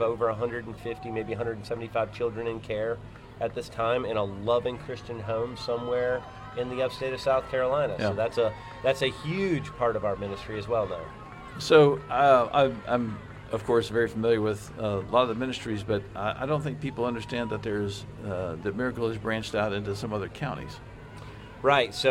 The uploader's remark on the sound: Live from the 2022 Miracle Hill Kids’ Ninja Challenge